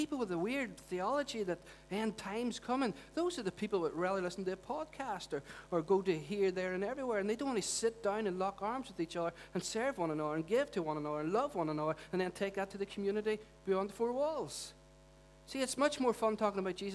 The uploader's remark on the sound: Recorded at our Storehouse Venue on 25th March 2018.